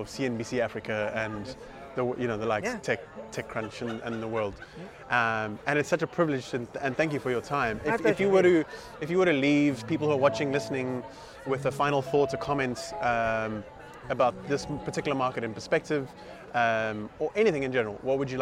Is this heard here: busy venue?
yes